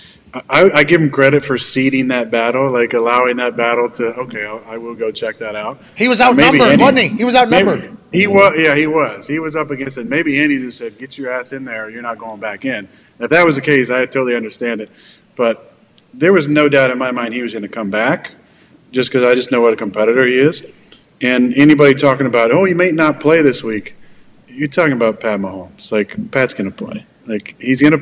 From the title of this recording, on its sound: LIVE From The ThunderDome